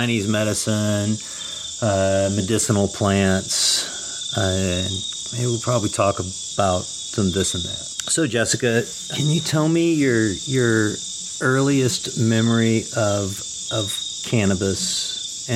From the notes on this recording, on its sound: Recorded this episode in the Amazonian jungles of Peru at Refugio Altiplano, an Ayahuasca Retreat.